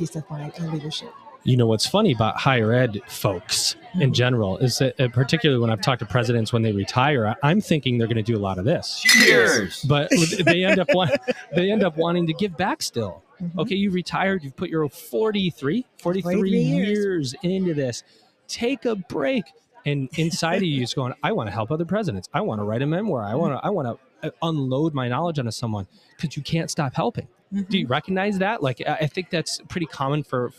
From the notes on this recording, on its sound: Recorded LIVE & in person from the Middle States Commission on Higher Education (MSCHE) 2023 Annual Conference, in Philadelphia, PA.